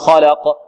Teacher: قل أعوذ برب الفلق من شر ما خلق وليس خلق هكذا فيها ضعف. القلقلة هنا فيها ضعف وهذا خطأ